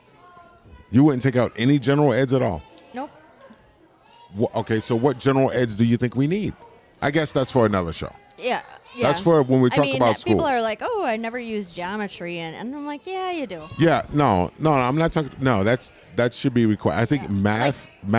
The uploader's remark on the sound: For this episode, we were live and on location at Tuscon's Southwest Grill & Pub in Green Bay, Wisconsin